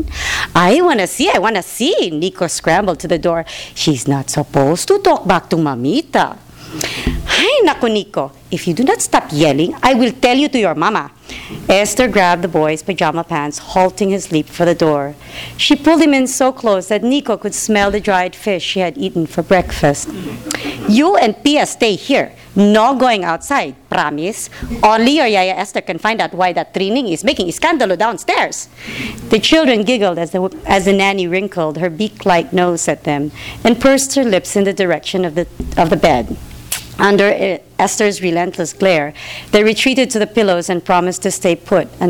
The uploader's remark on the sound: THIS EVENT WAS RECORDED LIVE AT SKYLIGHT BOOKS ON MAY 4, 2013.